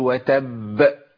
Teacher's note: الباء المشدده الموقوف عليها بتاخد معايا زمن، زمن ايه؟ بتاخد زمن الحرفين، يعني باخد زمن الساكن والمشدد لكن بجيب حرف واحد بس بزمن طويل شوية، أقول وتب.